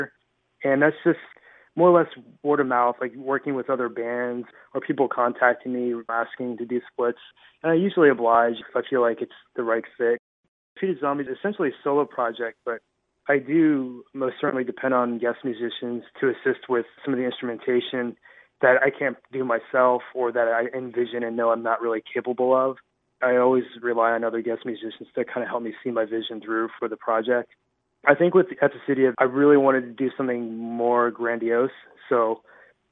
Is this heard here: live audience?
no